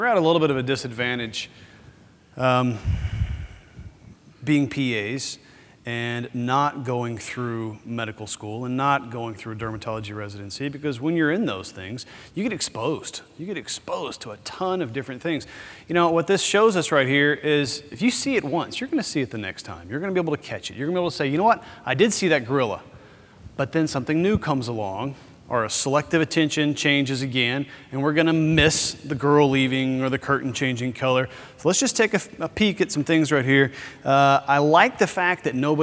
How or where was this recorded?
busy venue